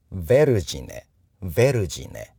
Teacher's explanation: ヴェルジネと頭にアクセントがあります